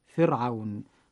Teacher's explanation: نجد الراء ساكنة وقبلها كسر أصلي وهو حرف الفاء المكسور، وبعدها حرف ليس من حروف الاستعلاء وهو حرف الواو، فيجب ترقيق هذه الراء · Term: ترقيق الراء